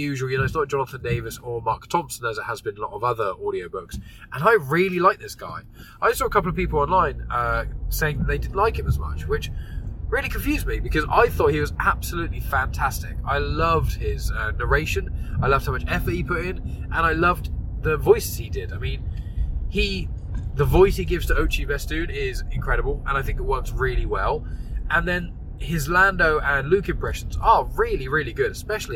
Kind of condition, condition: setting, inside a vehicle